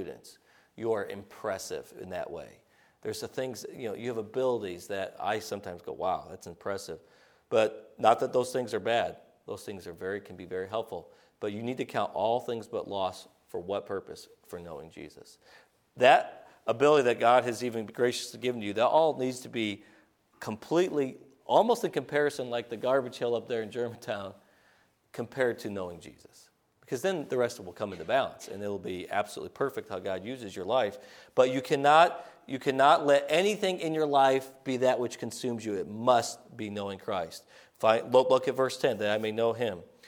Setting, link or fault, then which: setting, large echoing room